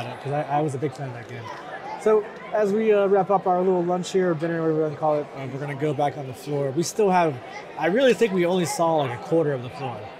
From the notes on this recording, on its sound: Live at CA Extreme. Live from CA Extreme in Santa Clara!